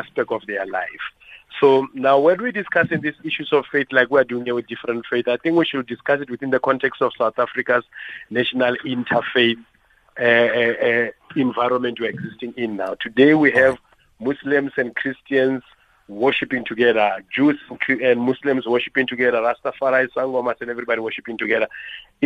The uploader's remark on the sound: Guest on the phone